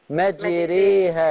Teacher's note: إمالة كبرى بتتجه ناحية الكسر